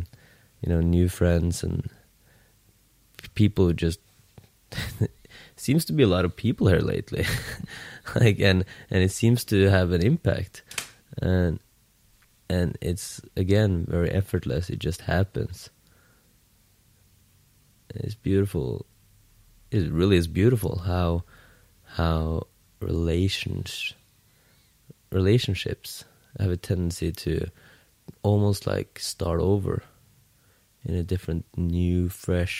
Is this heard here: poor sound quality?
no